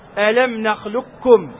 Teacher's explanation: طيب، في قراءتنا نحن من طريق الشاطبية تقرأ بالإدغام الكامل: ألم نخلقكم، ليس هناك استعلاء في القاف